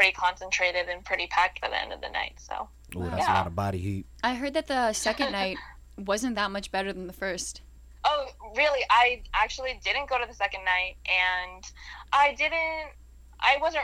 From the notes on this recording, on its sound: joins us over the phone